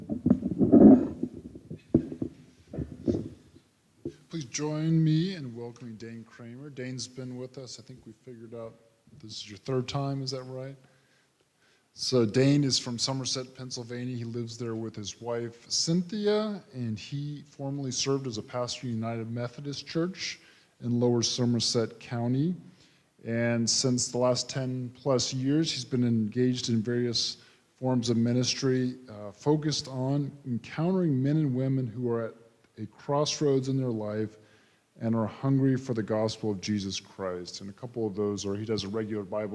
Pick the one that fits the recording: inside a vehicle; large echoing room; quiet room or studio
large echoing room